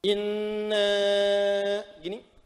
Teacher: kalimat setelah nas menggunakan inna, bacaannya panjang, dua harakat